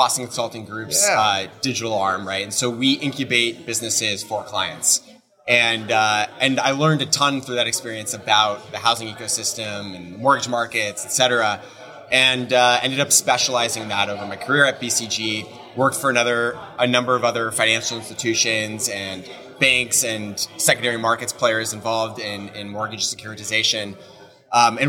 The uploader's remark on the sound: This episode was recorded at our recent HousingWire Annual event